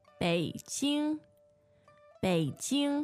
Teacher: So it's third and first, isn't it?